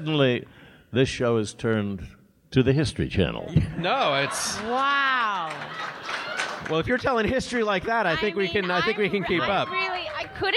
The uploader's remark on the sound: The show was recorded at Sleeping Village in Chicago. The show was recorded at Sleeping Village in Chicago.